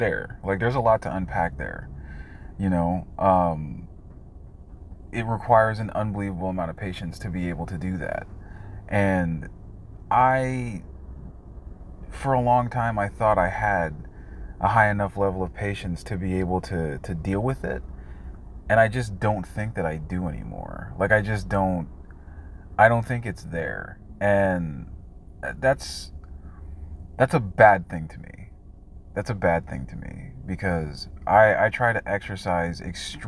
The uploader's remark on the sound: I think the audio here might be a bit strange because of a bluetooth speaker that was attached to the phone mistakenly.